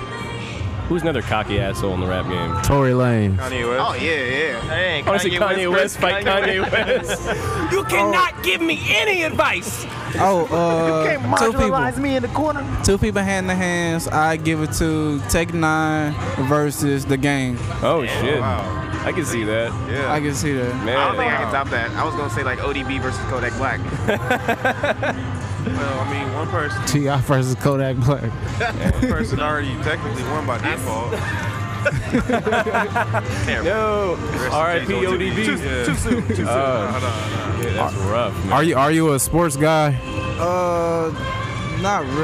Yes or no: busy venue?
yes